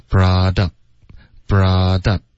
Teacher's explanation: brought up 结尾呢你的嘴唇会合上导致一个干脆的停顿